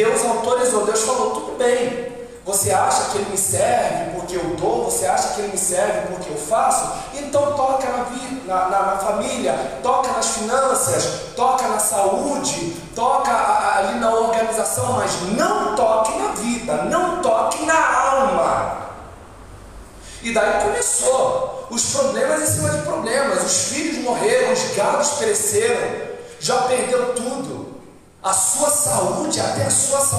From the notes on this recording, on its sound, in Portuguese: Áudio da ministração realizada em 31/08/22 na Igreja Cada de Oração Nova Aliança